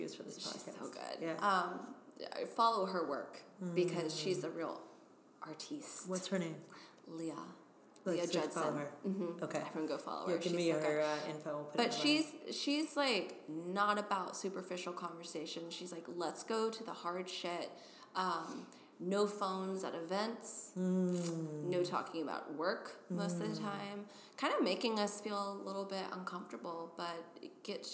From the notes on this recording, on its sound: We recorded our conversation in a big, airy conference room at The Wing in SoHo.